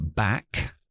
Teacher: corto, porque la K es sorda